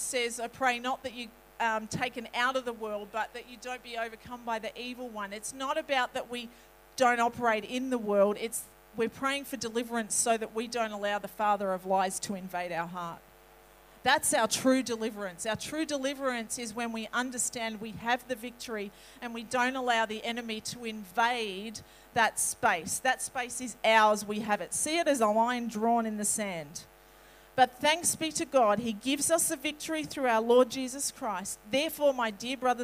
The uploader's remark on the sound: This message was recorded on 01/02/2020 at River Edge Church.